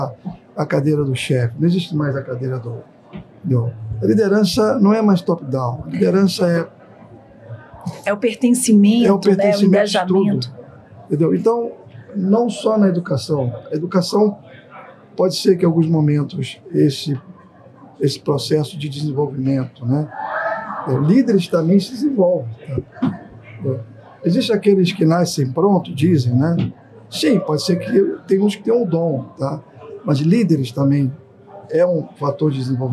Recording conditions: busy venue